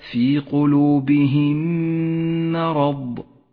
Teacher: الميم الساكنة وبعدها ميم متحركة، تدغم الميمان مع بعضهما فتصيران ميما واحدة مشددة لونت بالأخضر، إشارة إلى أنها تحتاج إلى غنة زمنها حركتان. · Term: الإدغام الشفوي